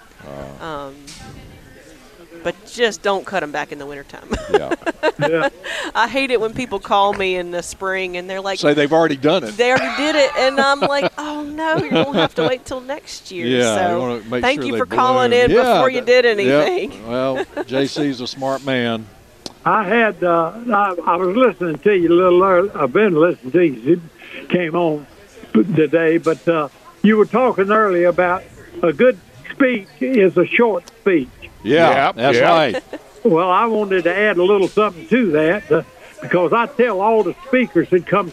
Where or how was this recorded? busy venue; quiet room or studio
busy venue